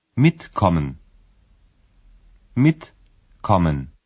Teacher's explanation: When you pronounce the infinitive, the prefix is accentuated.